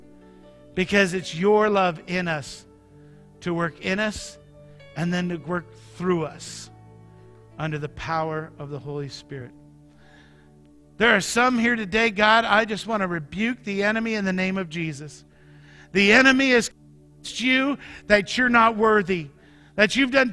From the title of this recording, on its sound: Mt. Zion Church Live!